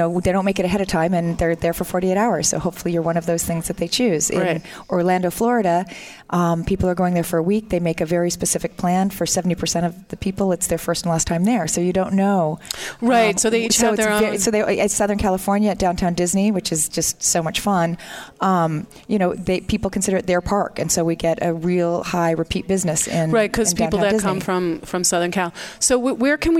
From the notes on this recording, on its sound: our broadcasts from the Spring Digital Hollywood event with special guests and hosts on site in LA